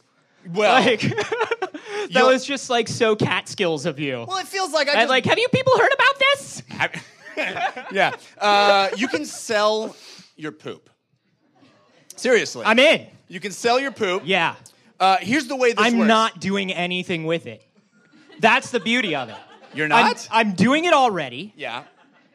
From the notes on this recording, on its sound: LIVE Episode 100 from the NerdMelt Showroom. Recorded in front of a live audience at the Nerdmelt Showroom in Los Angeles!